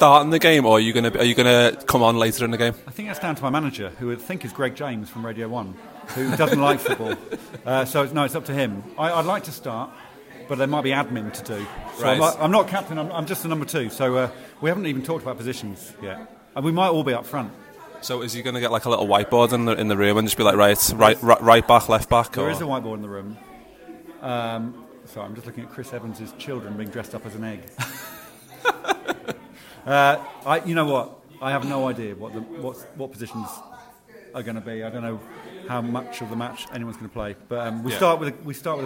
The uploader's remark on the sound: Live at Chesham United’s ground, The Meadow. Ahead of the charity match between Chicken City and Egg United.